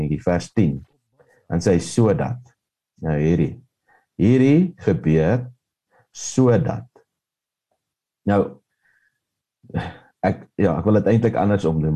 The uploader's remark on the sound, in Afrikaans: Manne van die Woord Zoom Byeenkoms